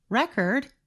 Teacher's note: When we stress the first part of the word, record, it is a noun.